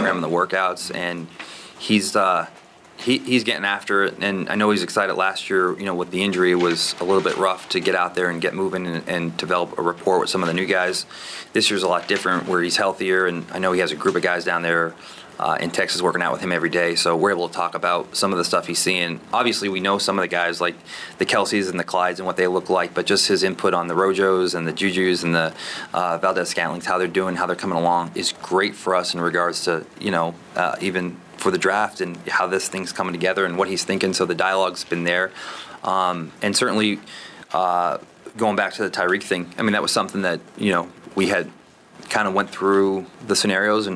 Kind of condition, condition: setting, busy venue